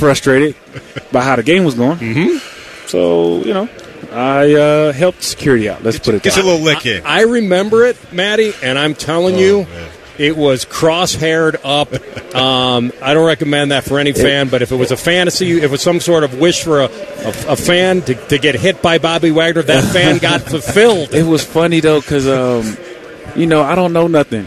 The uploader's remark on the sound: live from Radio Row!